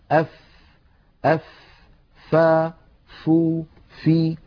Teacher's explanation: فو في هذه هي الفاء. الفاء كما تلاحظون يتدفق معها الهواء، فهي حرف مهموس